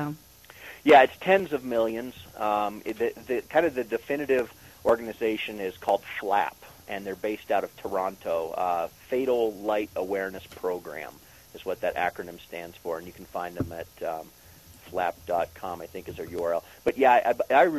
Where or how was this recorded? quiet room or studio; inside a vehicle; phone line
phone line